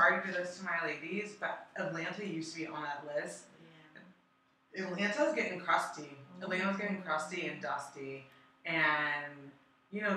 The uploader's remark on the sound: Technical difficulties to say the least but we got her done.